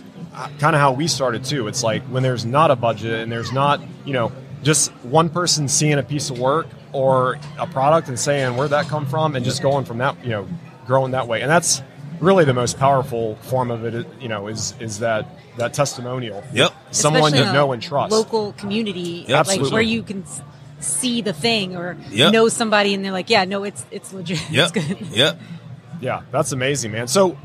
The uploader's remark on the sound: LIVE from WORKBENCHcon 2022